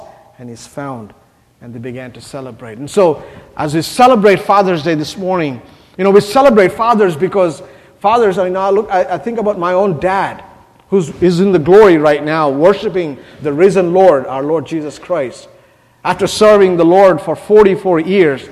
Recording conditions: large echoing room